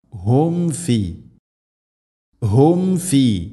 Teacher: സുക്കൂനുള്ള മീമിന് ശേഷം ഫ വന്നാൽ രണ്ട് ചുണ്ടുകൾ തമ്മിൽ തട്ടിച്ച് മീമിനെ പൂർണ്ണമാക്കണം.